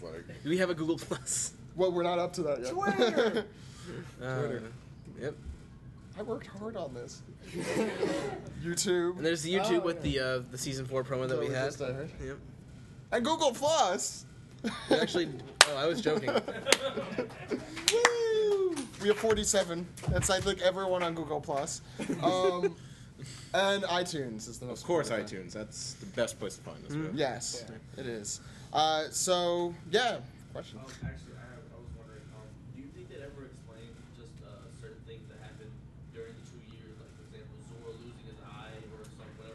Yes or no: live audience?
yes